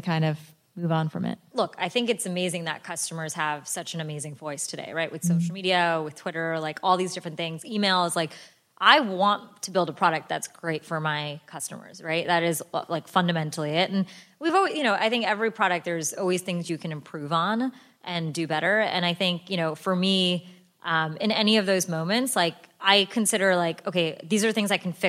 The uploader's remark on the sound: a live recording